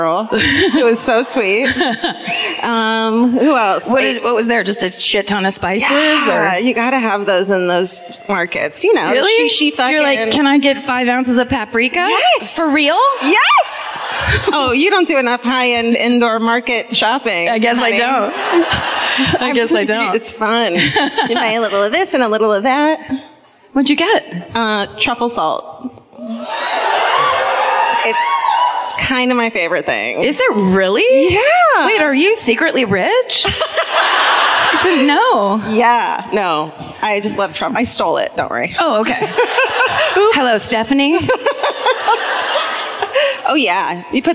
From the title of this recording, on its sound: Live at the Riverside Theater in Milwaukee